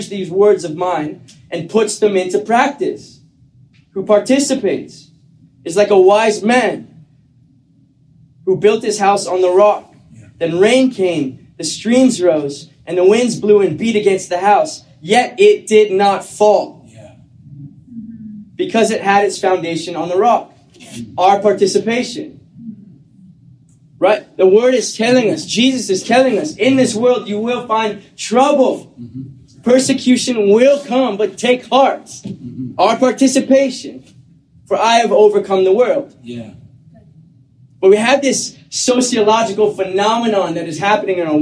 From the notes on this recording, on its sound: We apologize for the audio as we were experiencing difficulties in the recording process.